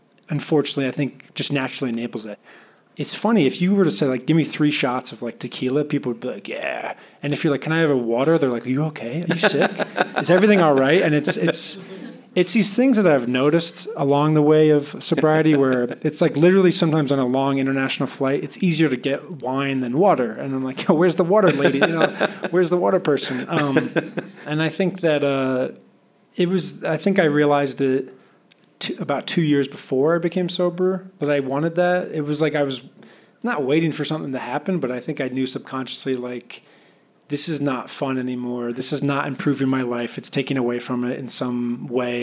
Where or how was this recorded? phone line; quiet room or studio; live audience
live audience